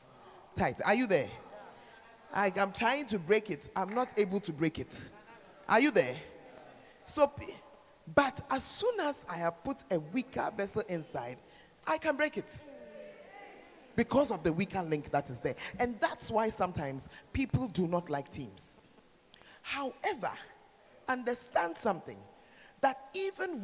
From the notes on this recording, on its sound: Preached At The 12 Foundations Of The Bacenta Camp